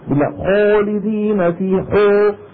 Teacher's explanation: هذا العمل بنكون خلقنا صوت الألف بصوت الواو وخلقنا صوت الفتحة بصوت الضمة